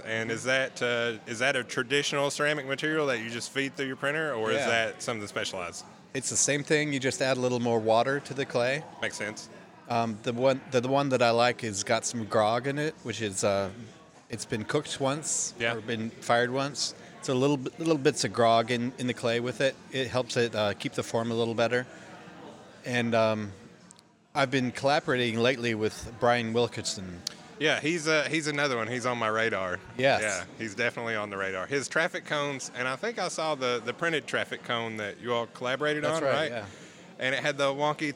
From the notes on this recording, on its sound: We sat down for a pint